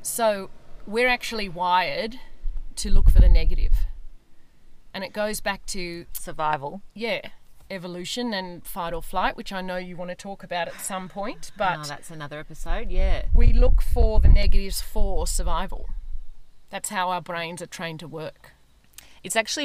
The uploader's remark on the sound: Forgive the wind in this ep, we recorded at our local swimming pool and whilst it's heaven to hear the birds, we forgot about the sensitive microphone picking up cars, wind etc.